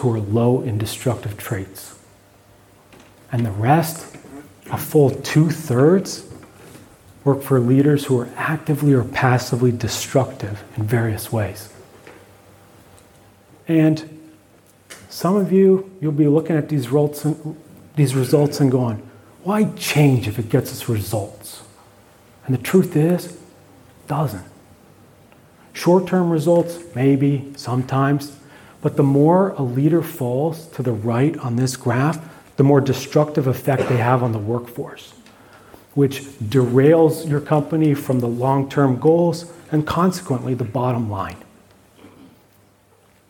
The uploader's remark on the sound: keynote from the MAINSTREAM conference in Melbourne, Australia